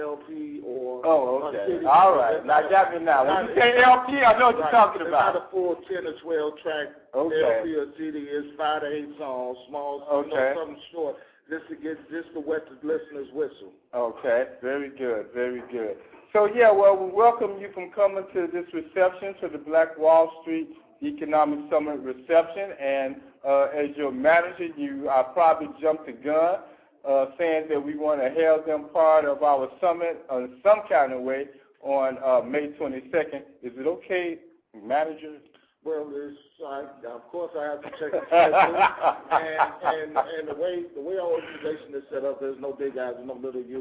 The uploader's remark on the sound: broadcasting live from The Third Anniversary Reception of Black Wall Street